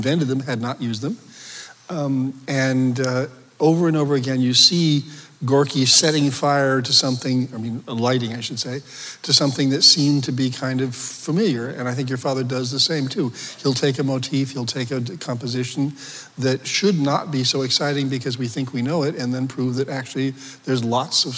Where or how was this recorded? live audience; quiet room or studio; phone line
live audience